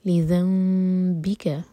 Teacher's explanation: نون میم میں چینج ہوا ہے تو یہ ہے اخلاب، تو نون نہیں پڑھیں گے ہم، ذیل کو میم سے کنیکٹ کریں گے اور ہوٹو کو ٹائٹ بند نہیں کریں گے، دو سیکنڈس کا ٹائم دیں گے.